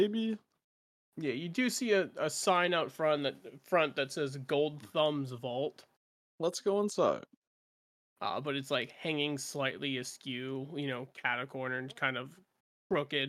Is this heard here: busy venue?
no